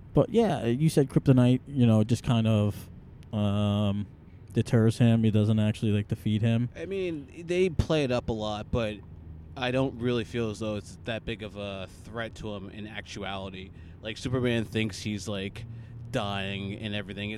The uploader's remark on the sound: This was an impromptu Podcast extra taped while taking a drive to a place where we need a Superhero, the Trenton, NJ Transit Train Station.